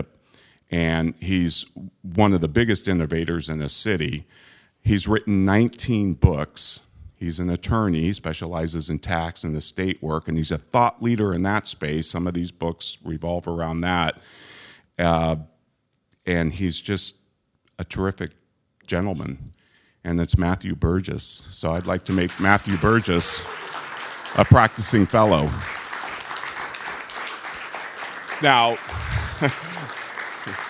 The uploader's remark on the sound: Day 2 of the live event coverage of the VeraSage Symposium.